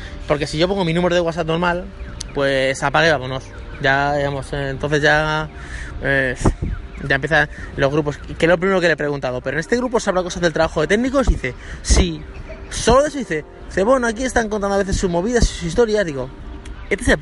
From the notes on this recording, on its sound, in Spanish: el podcast de hoy grabado en el parque